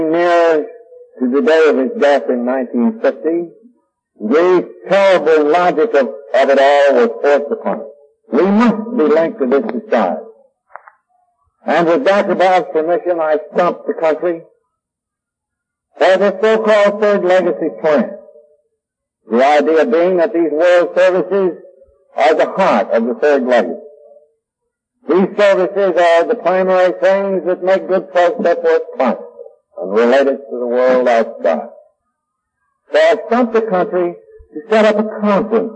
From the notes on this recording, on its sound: The quality of this recording is poor and because of that this recording is not for everyone. At parts it is difficult to hear what is being said.